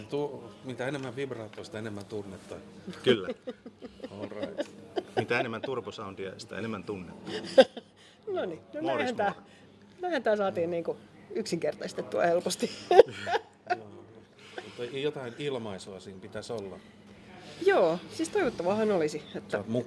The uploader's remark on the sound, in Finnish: Äänitetty Musiikkitalon kahvilassa